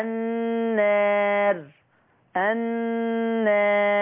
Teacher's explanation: يقلل ورش كل ألف جاء بعدها، جاء بعد مين؟ بعد الألف راء متطرفة أي آخر الكلام مكسورة · Term: التقليل